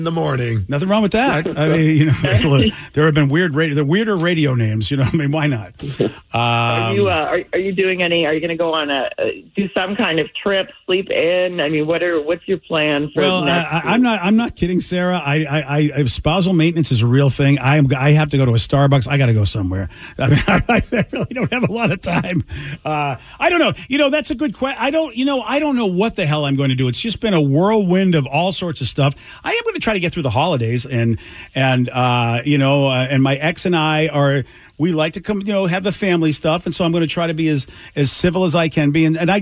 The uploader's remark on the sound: Call.